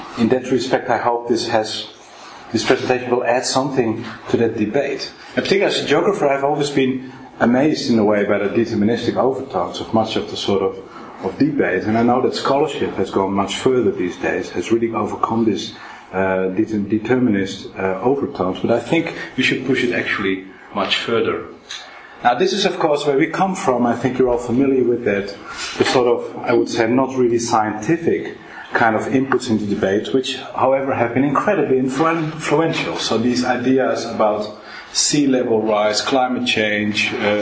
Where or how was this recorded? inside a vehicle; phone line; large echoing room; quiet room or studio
large echoing room